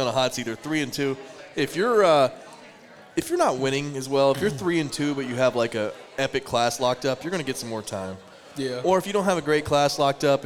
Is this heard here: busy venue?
yes